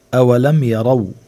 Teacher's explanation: قوله تعالى أولم يروا، منلاحظ هون أنه في عنا واو ساكنة، ما قبلها مفتوح، هيدا مد اسمه مد اللين